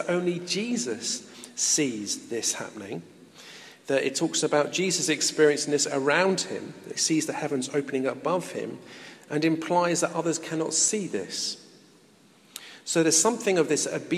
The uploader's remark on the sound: In this podcast recorded at a Moot Community Eucharist at St Mary Aldermary Church in the City of London.